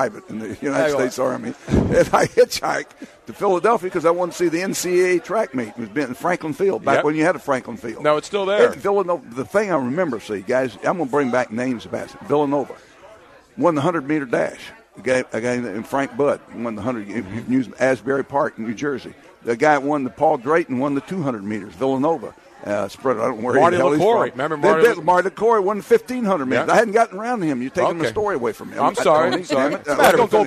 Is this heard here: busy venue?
yes